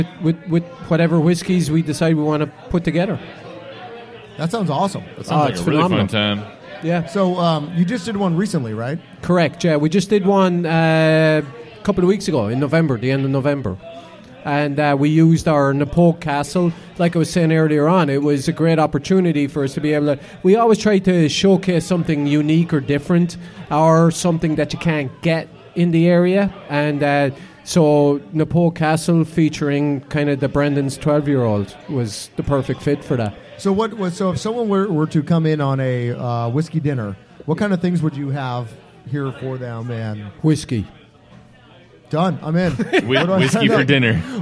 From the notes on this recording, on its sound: Recorded live at Brendan's Irish Pub.